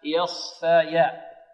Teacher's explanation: الياء هنا مرققة، والخاء ماذا؟ مفخمة، والفاء مرققة، الخاء هنا وقعت بين مرققين.